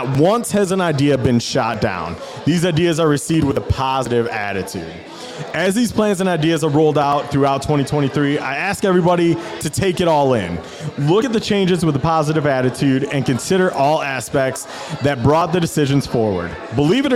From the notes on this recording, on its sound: Live from Dave’s BAR. Our first show of 2023 coming to you live from Dave's BAR!